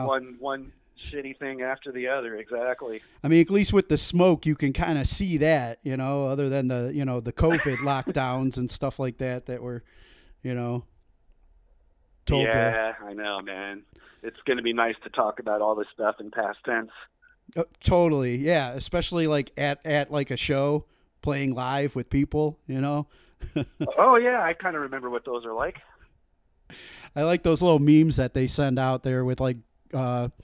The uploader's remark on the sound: a quick phone interview